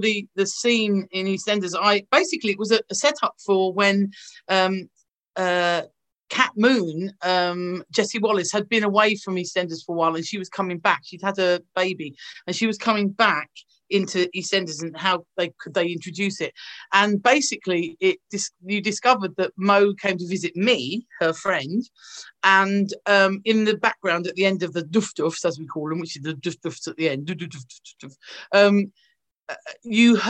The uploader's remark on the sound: thanks to the power of zoom